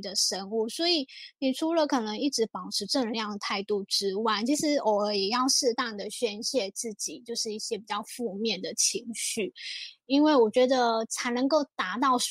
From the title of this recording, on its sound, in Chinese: 艾多美線上座談會